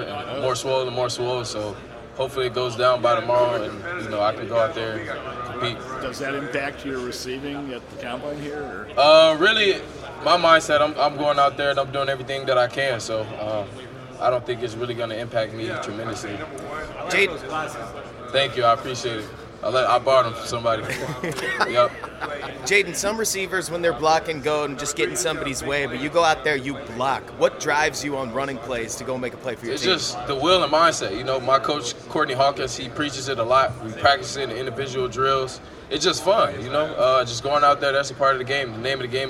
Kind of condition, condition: setting, busy venue